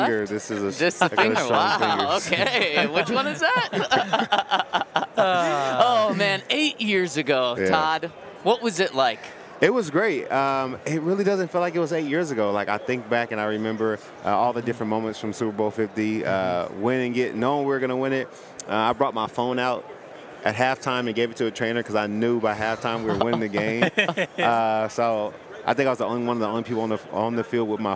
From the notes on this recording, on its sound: LIVE from Super Bowl Radio Row